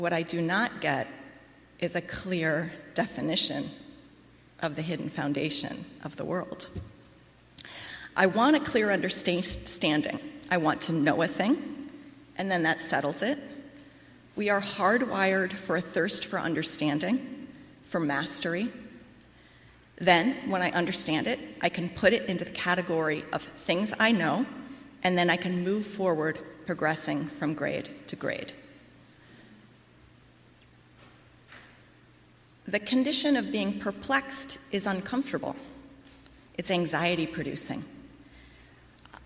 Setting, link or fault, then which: setting, large echoing room